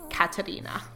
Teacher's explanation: I'm glad that you pronounced it with the rolled R.